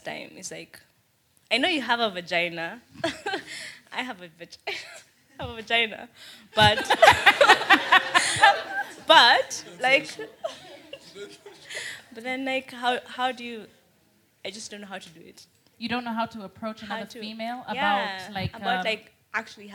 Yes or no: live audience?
yes